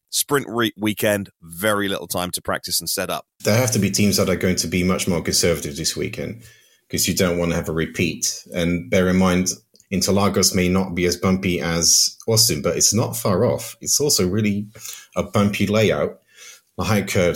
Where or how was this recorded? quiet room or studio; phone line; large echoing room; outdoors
quiet room or studio